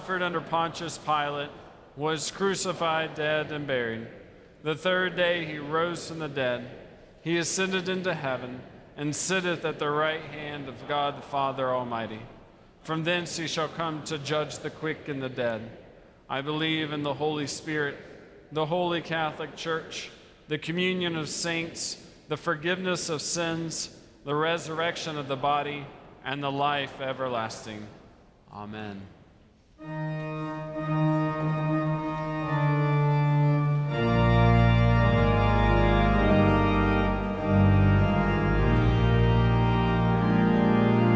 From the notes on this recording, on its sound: Worship at Myers Park. Live from Myers Park United Methodist Church in Charlotte, North Carolina.